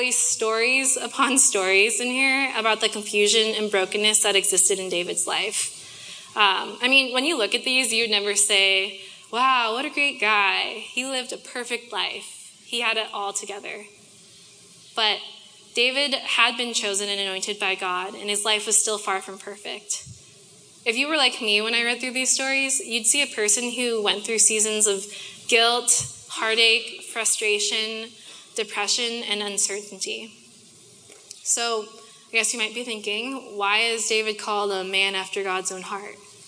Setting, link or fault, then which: setting, live audience